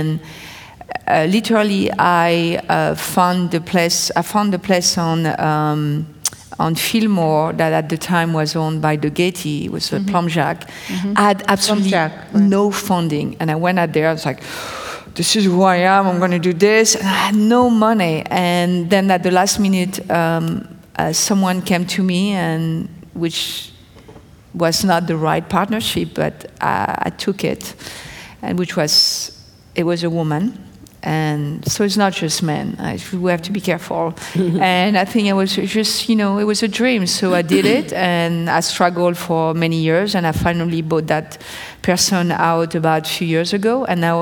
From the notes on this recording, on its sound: This episode is an excerpt from The View From The Kitchen panel event hosted by the New York Times and Yerba Buena Center for the Arts